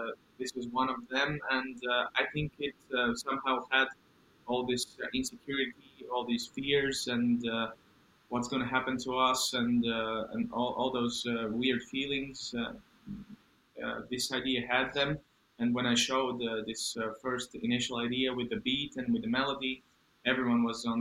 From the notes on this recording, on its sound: Unfortunately the sound is not as good in this episode